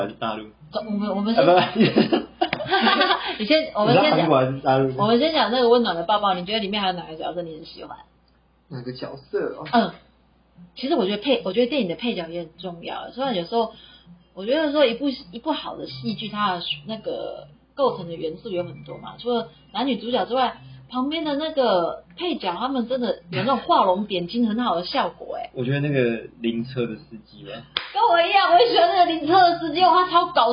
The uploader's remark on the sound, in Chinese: 這集因為更新設備，錄製上調整失誤有點雜訊。